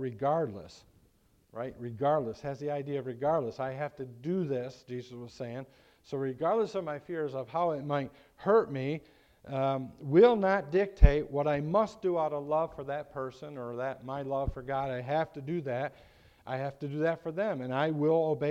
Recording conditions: large echoing room